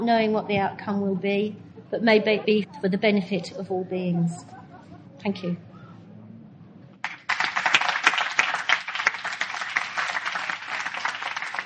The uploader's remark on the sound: given at the Buddhafield Festival, Devon, 2007.